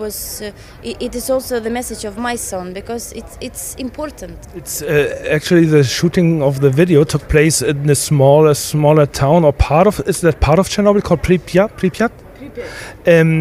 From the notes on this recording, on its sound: ESC Radio live from Oslo